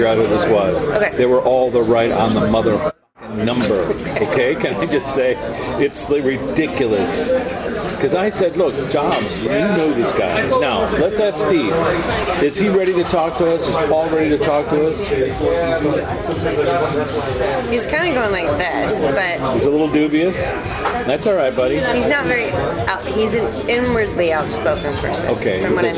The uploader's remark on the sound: They'll forgive the noisy cafe that we recorded some of this.